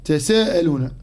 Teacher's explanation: قراءة كلمة تساءلون بتخفيف حرف السين هكذا تساءلون، واتقوا الله الذي تساءلون به والأرحام.